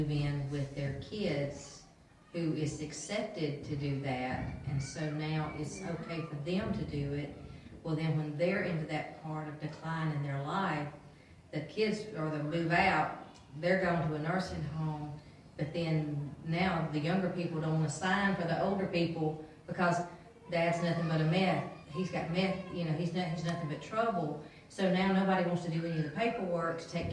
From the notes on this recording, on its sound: Recorded at Friendship Baptist Church on September 14, 2022.